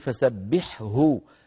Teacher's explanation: التقى في النطق هنا حاء ساكنة وبعدها هاء، الحاء من وسط الحلق والهاء من أقصى الحلق